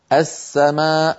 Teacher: أدغمنا لام التعريف في السين · Term: اللام الشمسية